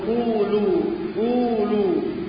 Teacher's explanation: ها، مد طبيعي بمقدار حركتين، فالواو هنا تمد مدا طبيعيا، ولذلك سميت حرفا ماديا وخرجت هذه الواو من الجو